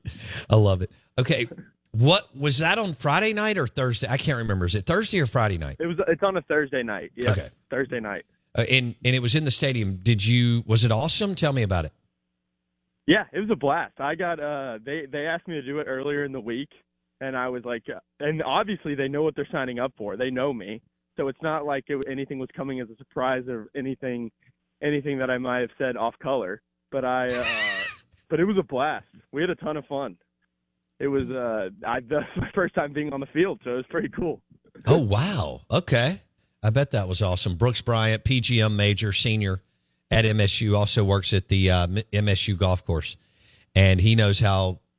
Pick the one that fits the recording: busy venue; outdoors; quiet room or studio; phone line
phone line